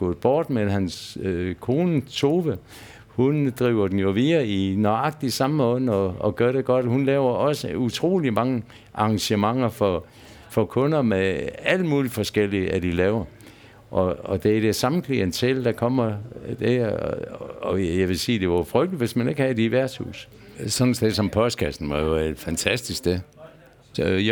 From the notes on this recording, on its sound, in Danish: Optaget på Bill’s Pub 47, Odense.